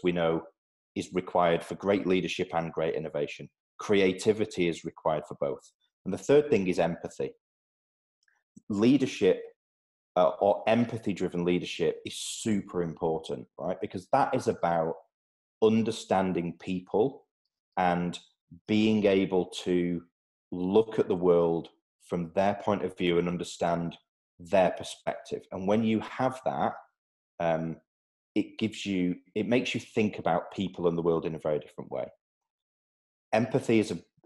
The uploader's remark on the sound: Joined ProfileTree, using a Zoom video link.